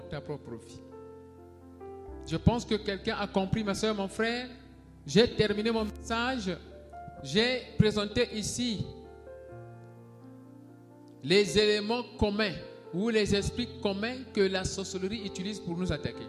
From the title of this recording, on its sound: Sunday Live Service - Service dominical en direct